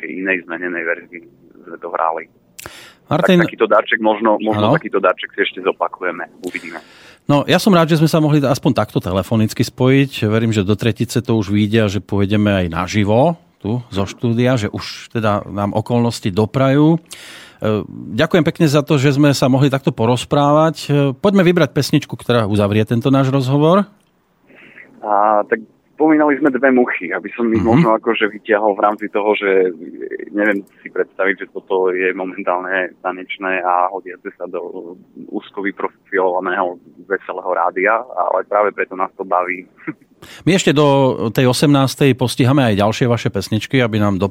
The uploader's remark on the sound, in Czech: telefonický rozhovor